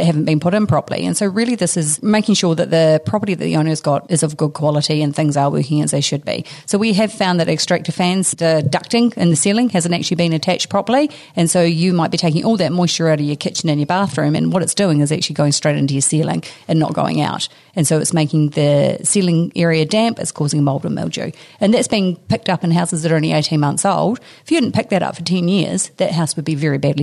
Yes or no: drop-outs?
no